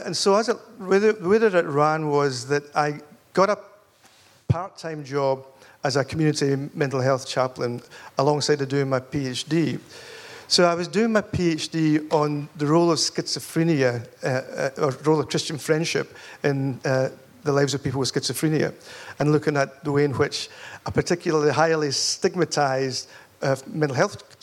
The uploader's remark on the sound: Recorded live at Spring Harvest. This interview was recorded live.